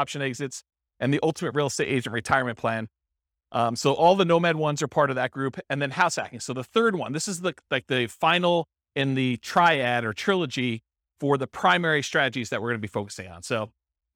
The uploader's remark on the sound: This was a live class recorded.